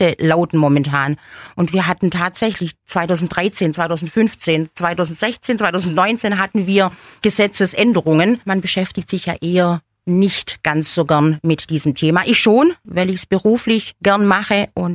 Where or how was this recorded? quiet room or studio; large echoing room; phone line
quiet room or studio